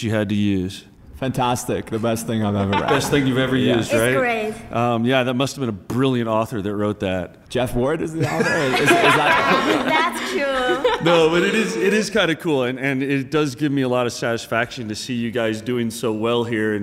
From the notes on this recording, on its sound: Recorded live at SAP TechEd 2016 in Las Vegas.